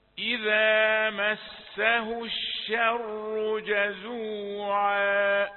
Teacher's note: أنا سمعت كلمة الشر تفخيم الشين